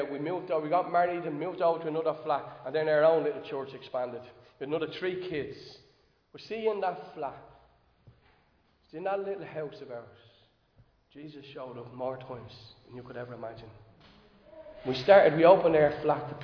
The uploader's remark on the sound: Recorded live in Liberty Church on 9 October 2022